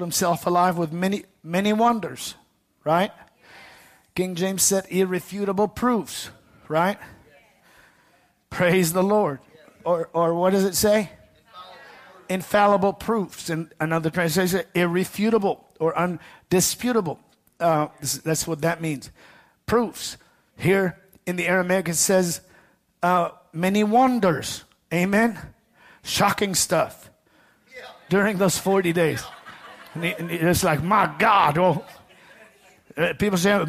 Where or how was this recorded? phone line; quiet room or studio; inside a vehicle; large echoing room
large echoing room